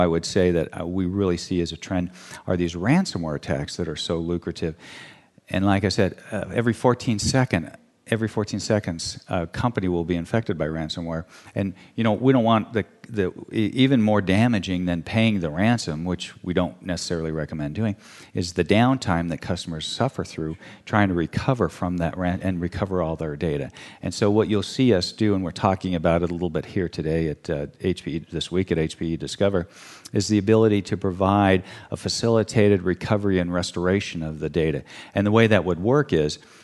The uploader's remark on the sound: Intel Chip Chat Live - HPE Discover - 2017